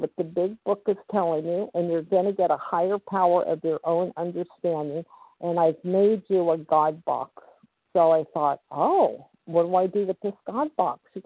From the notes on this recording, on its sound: 100 Pounders Phone Meeting.